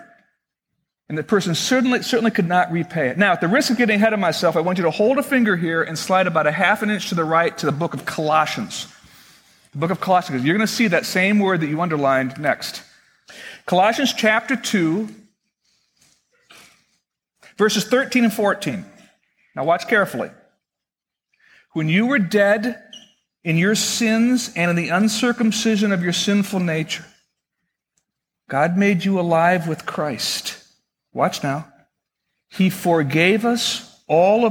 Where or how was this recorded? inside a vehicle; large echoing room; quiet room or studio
large echoing room